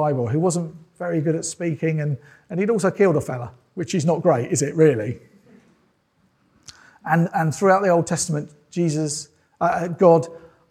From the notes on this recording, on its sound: This sermon was preached at Welcome Baptist Church on Sunday 23rd October 2022.